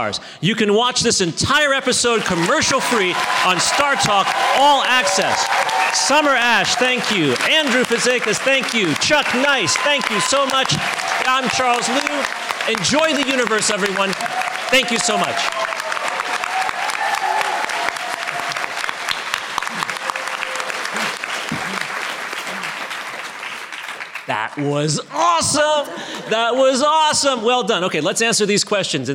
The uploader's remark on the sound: StarTalk All-Stars recorded at the Star Trek Mission: New York 50th Anniversary.